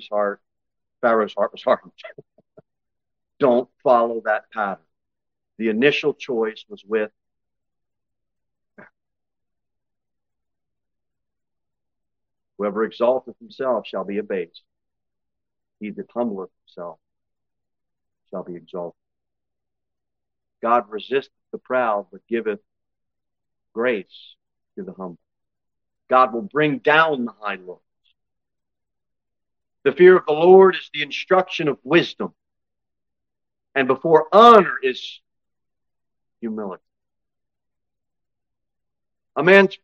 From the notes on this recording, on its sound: Sermon delivered at Pilgrim Baptist Church on Sunday, August 27, 2023, at 11-15 am. Cookeville, TN 38501.